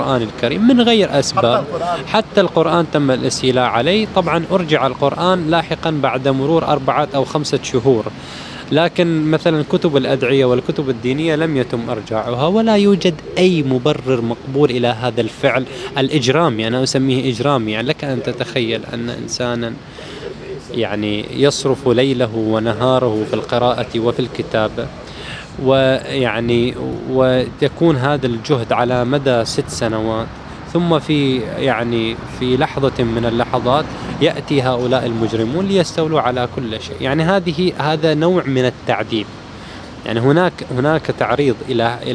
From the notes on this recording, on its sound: Camped outside the Bahraini embassy in London. On the sidewalk outside the embassy.